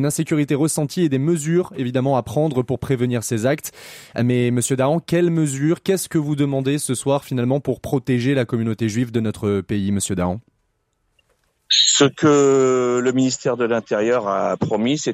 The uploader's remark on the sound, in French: Une manifestation en soutien au peuple israélien. Notre invité est en direct de la Place Bellecour juste avant la manifestation à l'appel du CRIF.